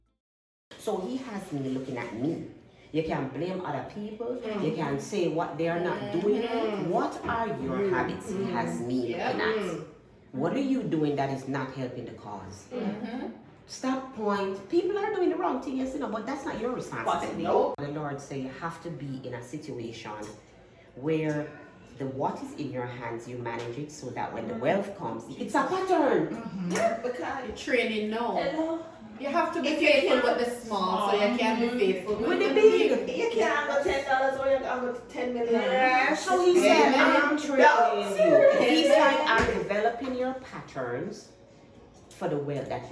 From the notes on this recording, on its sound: This episode is LIVE inside the Let it Go Queens event.